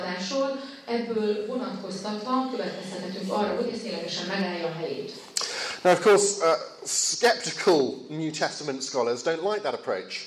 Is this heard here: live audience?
yes